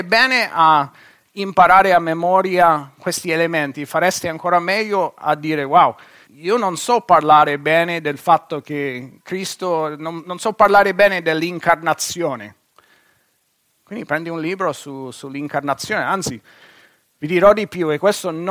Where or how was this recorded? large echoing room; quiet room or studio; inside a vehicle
large echoing room